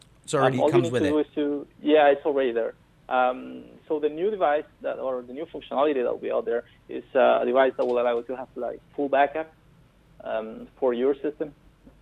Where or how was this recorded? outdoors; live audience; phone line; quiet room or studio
phone line